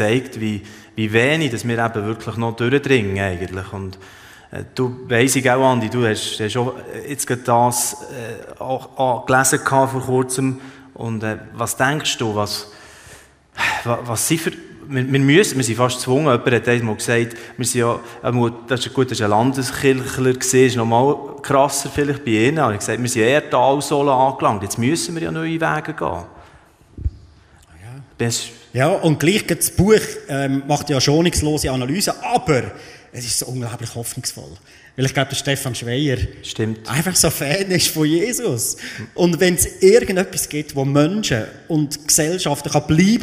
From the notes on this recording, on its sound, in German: Der am Livenet-Jahresfest in der ETG Bern aufgezeichnet wurde. In diesem Talk, der am Livenet-Jahresfest in der ETG Bern aufgezeichnet wurde.